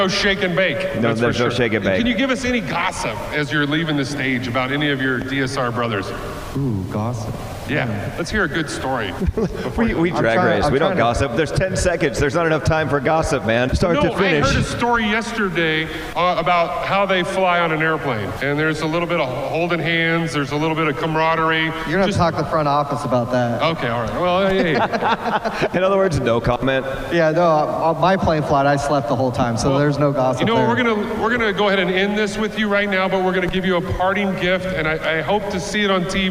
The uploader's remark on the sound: This episode is brought to you from Barrett-Jackson Scottsdale during Auction Week from the Shell/Pennzoil Live Stage.